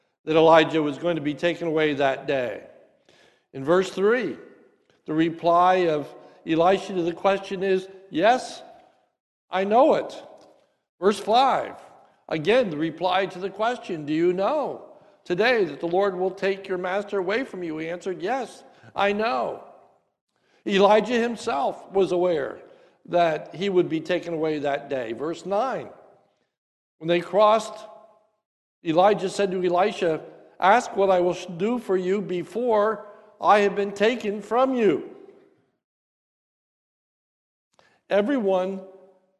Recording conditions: large echoing room